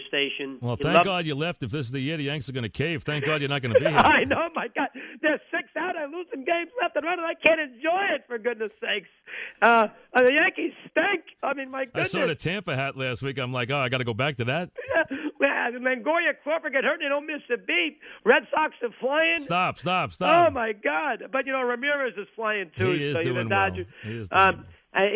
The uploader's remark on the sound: Called in to say goodbye.